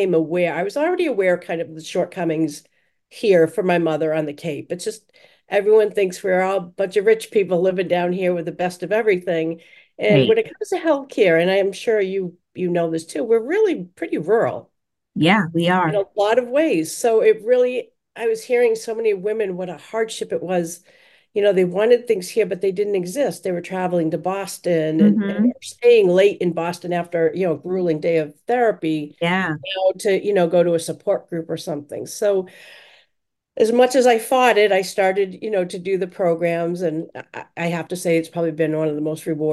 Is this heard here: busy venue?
no